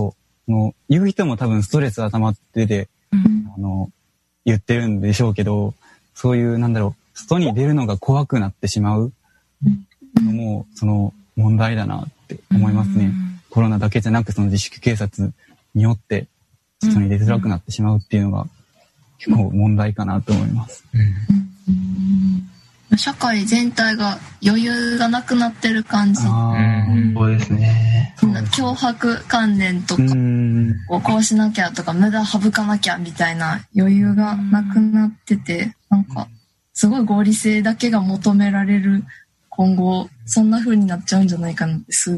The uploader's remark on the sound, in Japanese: この番組は、20年7月2日にオンラインにて収録した音源を放送しています。